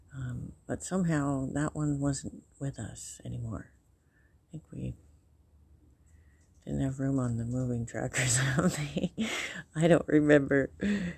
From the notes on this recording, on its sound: I am outside on my front porch enjoying the sun.